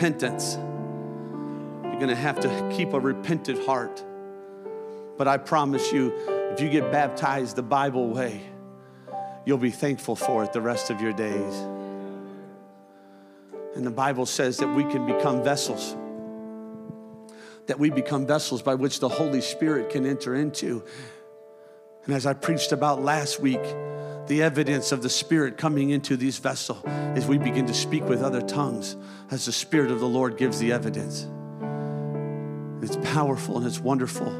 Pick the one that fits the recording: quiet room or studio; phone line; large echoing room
large echoing room